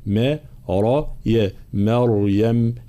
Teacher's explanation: كلمة مريم ترقيق الميم وتفخيم الراء ثم ترقيق الياء